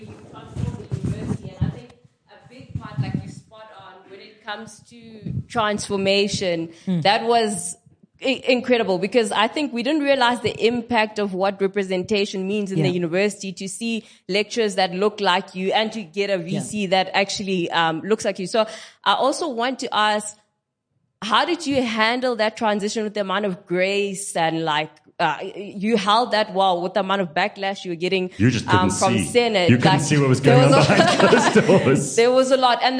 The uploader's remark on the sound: a live Q&A session with the audience.